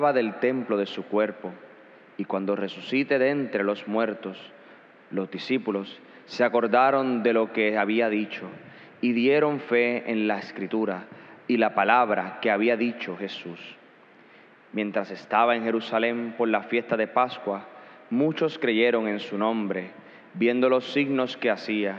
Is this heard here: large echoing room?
yes